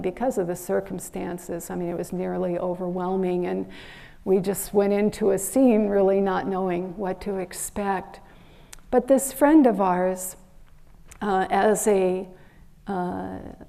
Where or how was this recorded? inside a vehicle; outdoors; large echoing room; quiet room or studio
large echoing room